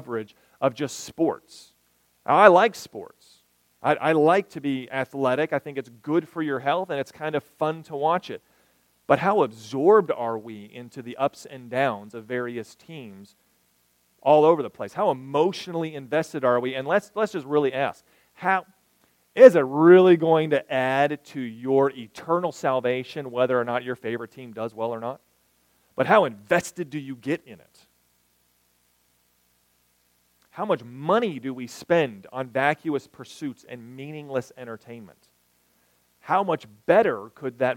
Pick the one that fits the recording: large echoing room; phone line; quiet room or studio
large echoing room